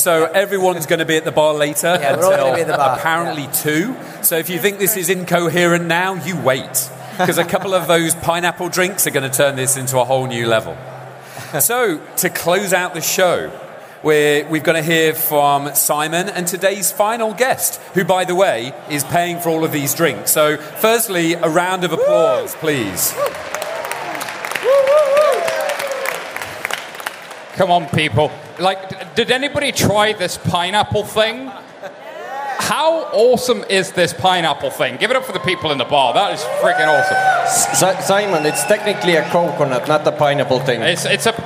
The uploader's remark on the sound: This week's very special show was recorded live at a beach party in Helsinki (no, really), hosted by Finnish bank, OP.